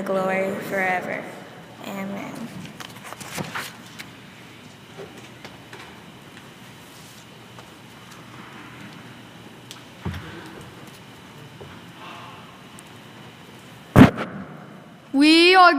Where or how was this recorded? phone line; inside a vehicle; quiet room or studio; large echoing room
large echoing room